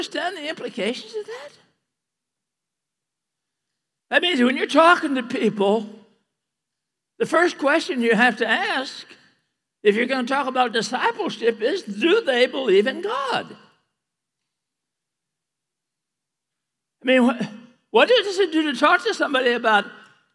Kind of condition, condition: setting, large echoing room